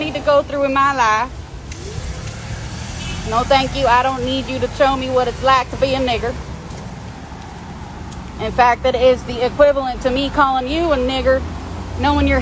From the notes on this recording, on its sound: this live walk and talk